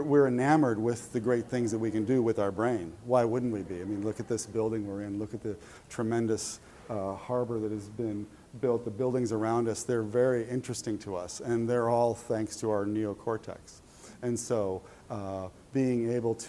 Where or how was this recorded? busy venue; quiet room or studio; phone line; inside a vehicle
busy venue